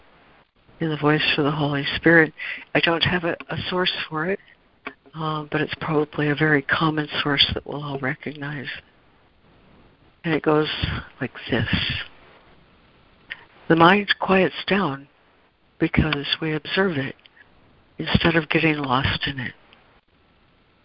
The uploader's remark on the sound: ACIM Daily Conference Call.